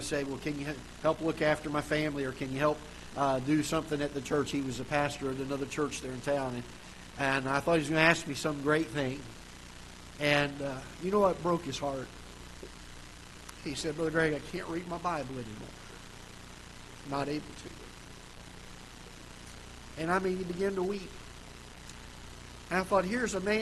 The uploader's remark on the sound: Ketha Heights Baptist Church ~ Live Broadcast